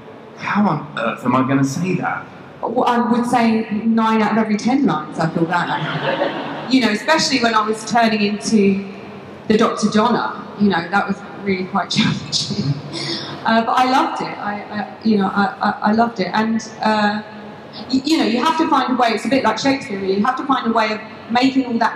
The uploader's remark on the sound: from the MCM expo in London, May 2017